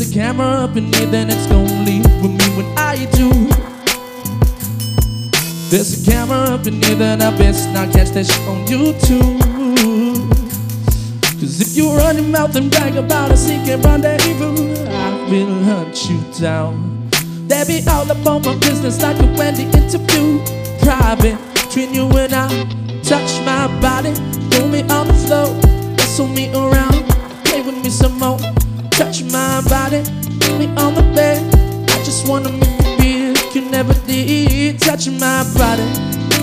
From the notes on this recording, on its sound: Live at Steel Toad. Live Looping using guitar, drum pad, and voice.